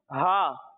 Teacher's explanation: اور جب ہم ہا کی ادائیگی کریں گے تو اسے حلق کے نچلے حصے سے پڑھیں گے